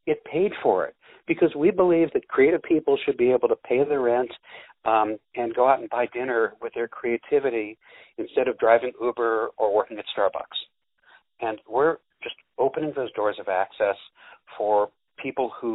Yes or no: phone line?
yes